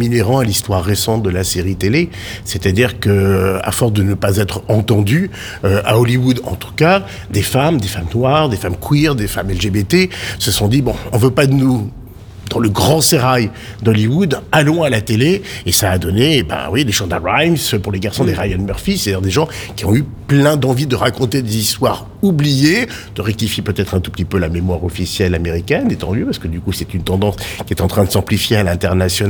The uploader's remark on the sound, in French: L’ACS s’est mobilisée à Marseille cette année pour la nouvelle édition de Marseille Series Stories. Dans ce numéro enregistré sur place.